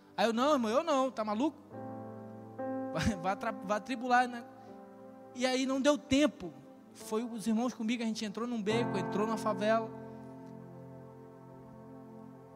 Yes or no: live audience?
yes